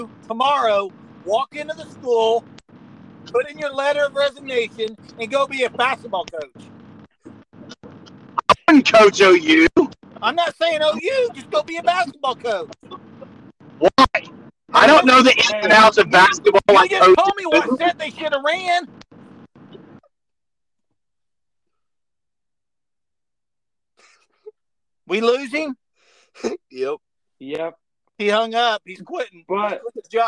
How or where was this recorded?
inside a vehicle